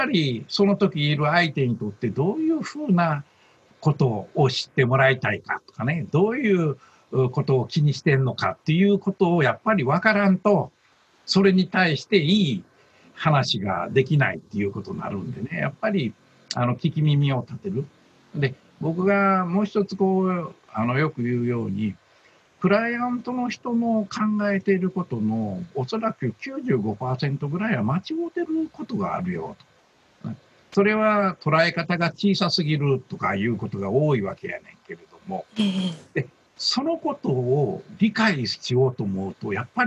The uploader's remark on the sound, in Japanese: 今回は、なんと初のZOOM収録を4月21日に行いました。